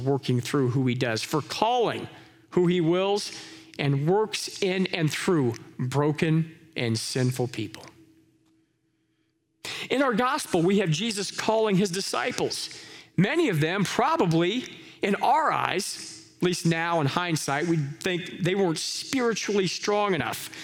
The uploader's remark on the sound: Live from our Celebration Ministry Center